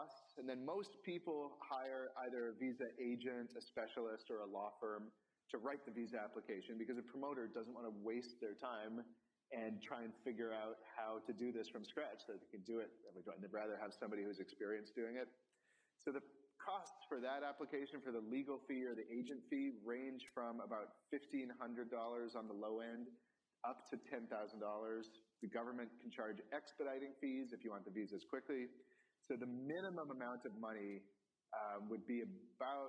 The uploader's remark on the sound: This panel live from Wire Festival. In this panel recorded live at Wire Festival in New York.